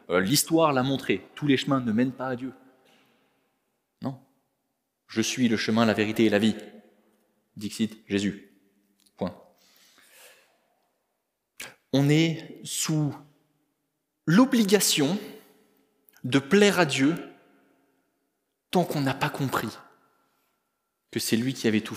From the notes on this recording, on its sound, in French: Enregistré à l'église CVV